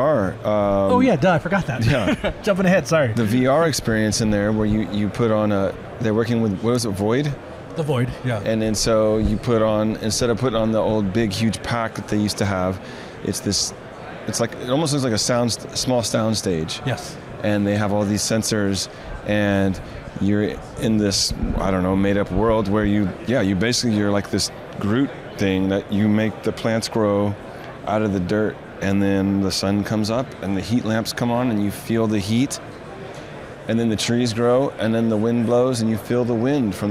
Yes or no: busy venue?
yes